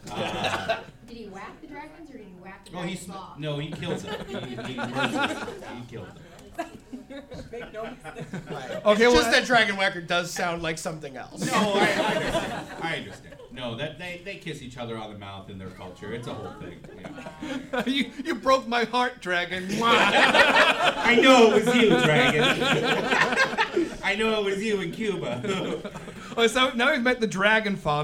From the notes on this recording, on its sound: Here’s another tale of adventure from our new live show, Thirst For Adventure! We’re still figuring out how to record in a huge room, so apologies for the rough audio.